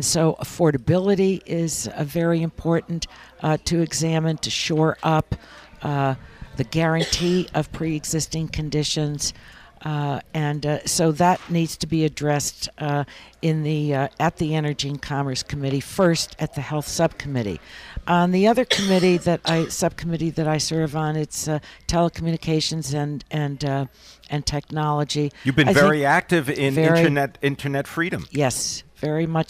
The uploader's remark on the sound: Broadcasting live from Bloomberg’s Government Next.2018 conference in Washington DC.